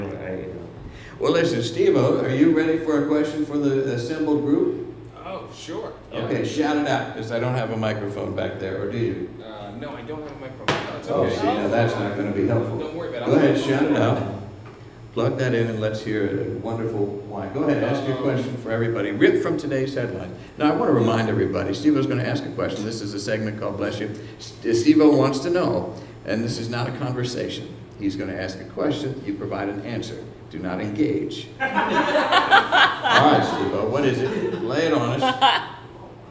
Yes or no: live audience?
yes